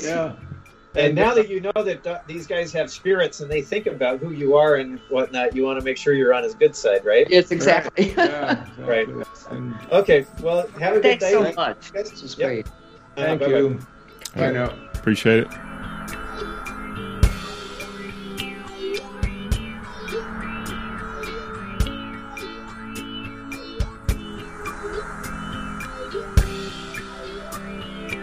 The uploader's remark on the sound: we were cut short by technical difficulties